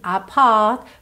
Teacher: Ele não diz apart, e sim apart, porque ele é britânico. Então a gente vai notar aqui os R's realmente não enrolados. Muito embora ele enrolou um pouquinho pro we're apart, porque fica mais claro.